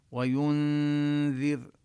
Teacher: لساني يكون بعد الياء المضمومة على مخرج الذال، وأنتظر قليلا لبيان الغنة لأن الإخفاء يكون مع الغنة.